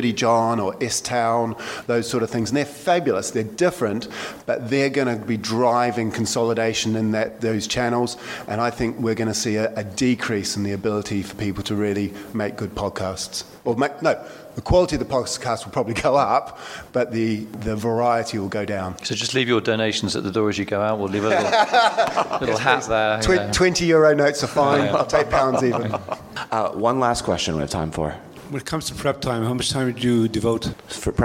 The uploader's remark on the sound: Panel discussion on wine podcasts during wine2wine 2018. Panelists also answer questions from the audience.